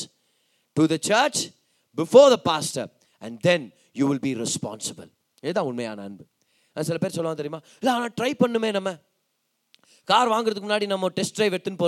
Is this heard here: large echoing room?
yes